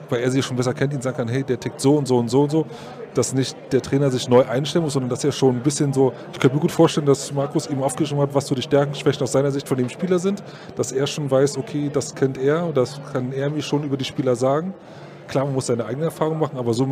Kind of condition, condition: setting, busy venue